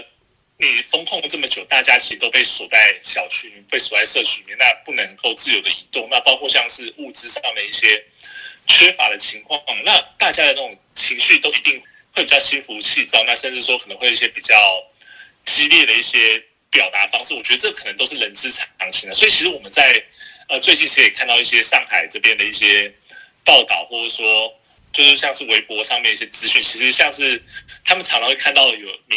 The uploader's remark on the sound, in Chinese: 連線訪問中央社駐上海記者